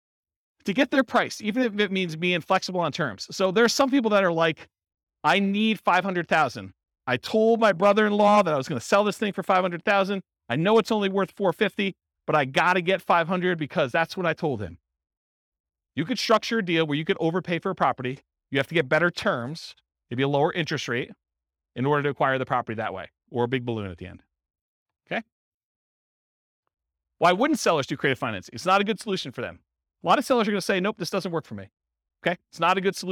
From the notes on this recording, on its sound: This was a live class recorded